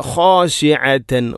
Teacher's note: തൊണ്ടയുടെ ഏറ്റവും മുകൾ ഭാഗമാണ് خ എന്നതിന്റെ മഖ്റജ്.